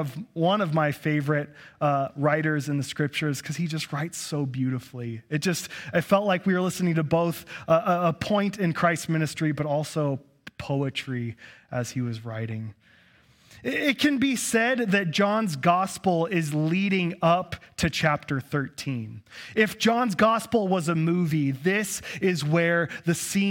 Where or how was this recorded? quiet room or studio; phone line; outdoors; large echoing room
large echoing room